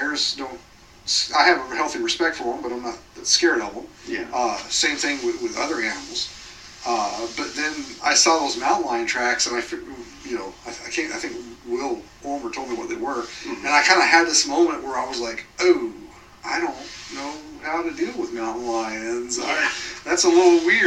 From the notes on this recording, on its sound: AUDIO QUALITY WARNING: Not the best audio.